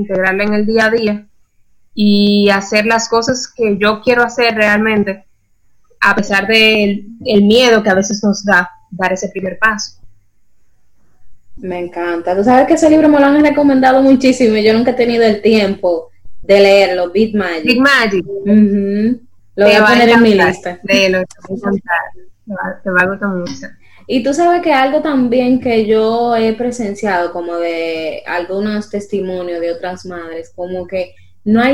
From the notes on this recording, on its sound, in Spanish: Tuvimos algunas dificultades con el internet y el audio